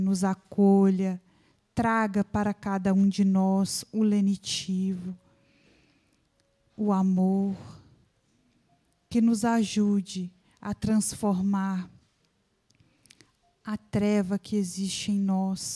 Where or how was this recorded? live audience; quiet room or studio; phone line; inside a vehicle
live audience